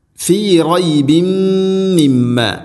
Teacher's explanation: തൻവീനിനെ മീമിലേക്ക് ഇദ്ഗാം ചെയ്ത് അഥവാ കൂട്ടി ലയിപ്പിച്ചു മണിച്ചുകൊണ്ട് ഉച്ചരിക്കണം. അതുപോലെ മിമ്മ മീമിന് ശദ്ദുണ്ട്, മണിക്കണം. · Term: ഇദ്ഗാം ബിഗുന്ന